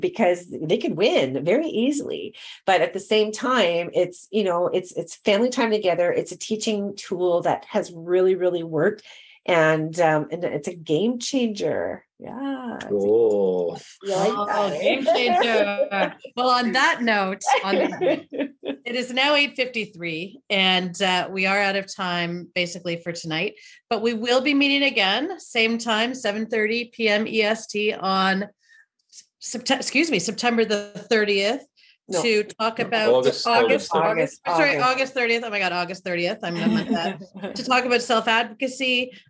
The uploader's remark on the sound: this was initially recorded as a video webinar